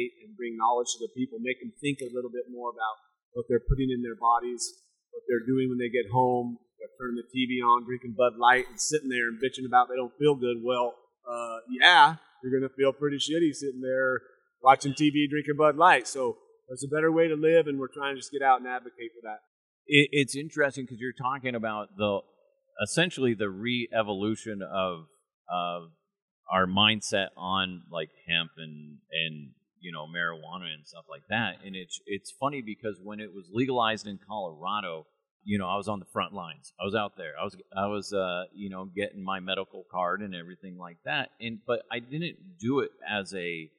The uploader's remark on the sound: Forgive the sound quality - I had a piece of equipment break right before this interview. I had to scramble to get this going.